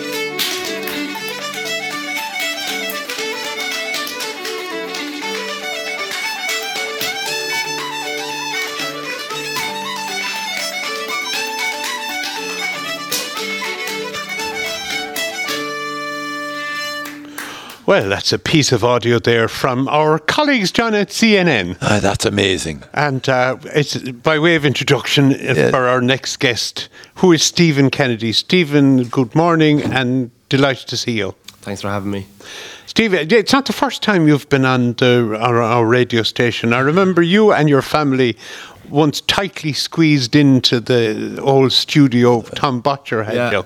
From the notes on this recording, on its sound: This Interview was originally broadcast as part of Saturday Chronicle. Broadcast live Bodyke Festival 2023.